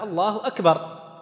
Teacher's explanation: مثلا أذن الله أكبر أكبر، هذا خطأ كبير، أكبر من أسماء الطبل، خطأ فادح، الله أكبر، فالمد هنا ليس بصحيح